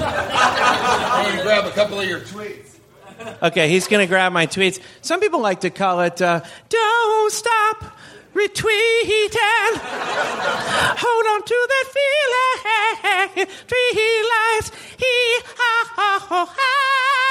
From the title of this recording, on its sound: Live from Portland!